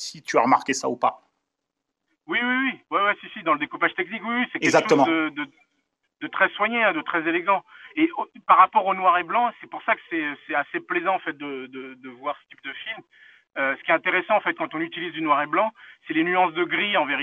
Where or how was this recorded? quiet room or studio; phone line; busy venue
phone line